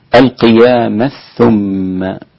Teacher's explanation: وإذا وصل القيامة ثم، وهو الإدغام الكبير عند أبي عمرو